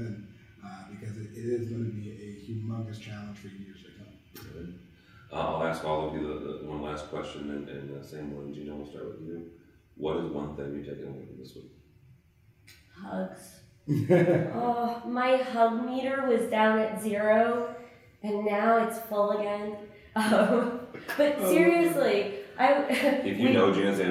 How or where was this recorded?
busy venue